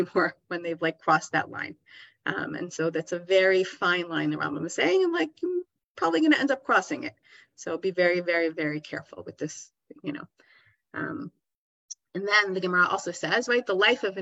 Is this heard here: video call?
yes